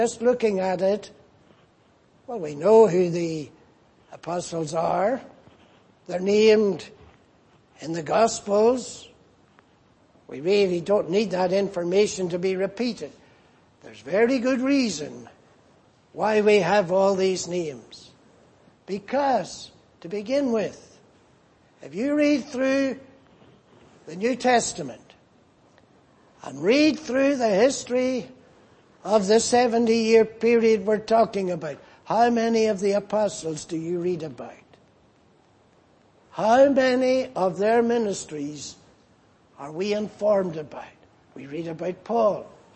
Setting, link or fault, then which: setting, large echoing room